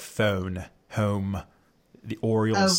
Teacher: the Marylanders, the sort of mid-Atlantic accent, it has a long O.